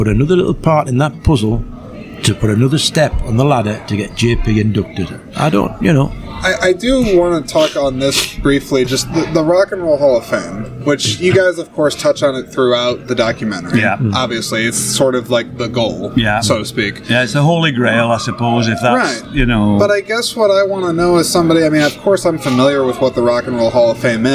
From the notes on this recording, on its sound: This episode is the third in a series of exclusive conversations that were recorded on site at the 16th Annual Iowa Independent Film Festival. This was recorded at 173 Craft Distillery in Clear Lake, IA.